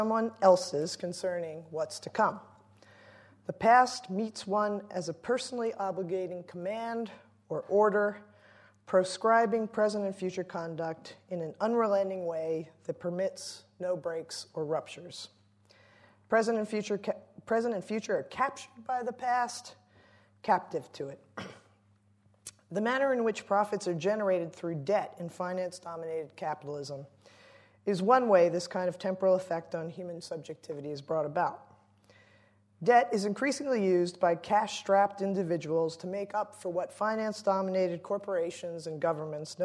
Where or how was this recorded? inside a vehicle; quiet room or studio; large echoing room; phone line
large echoing room